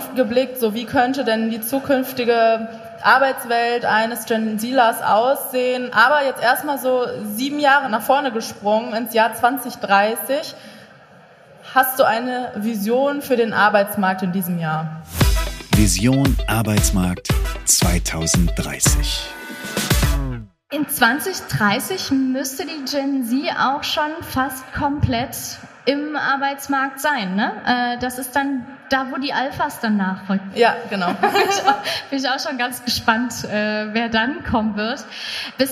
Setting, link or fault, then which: setting, busy venue